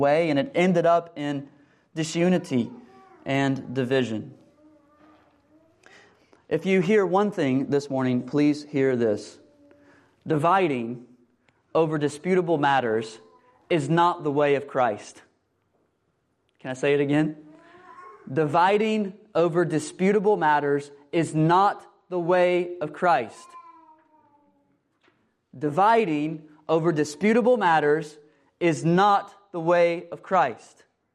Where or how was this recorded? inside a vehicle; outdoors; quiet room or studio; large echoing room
large echoing room